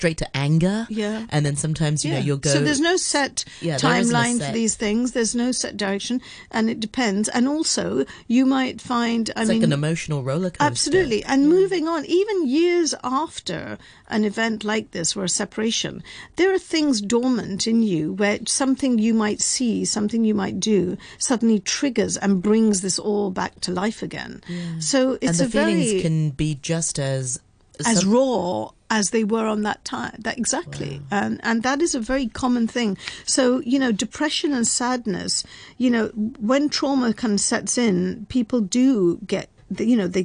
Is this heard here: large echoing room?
no